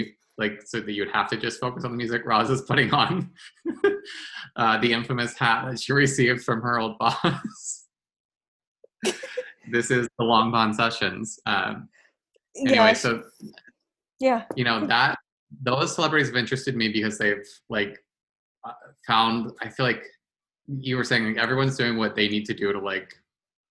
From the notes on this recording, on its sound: hopped on a zoom